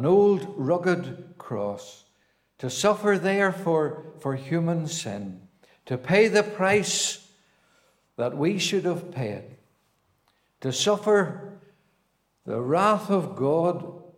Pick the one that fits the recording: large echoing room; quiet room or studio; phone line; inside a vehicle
large echoing room